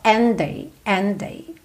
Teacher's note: você vai juntar esses dois Ds num D só